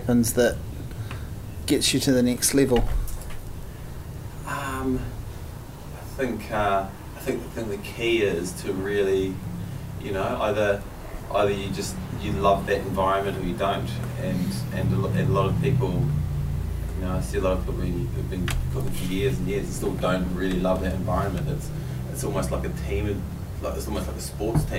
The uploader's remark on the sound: We were in Sydney and we decided to sit amongst the street-noise and talk shop.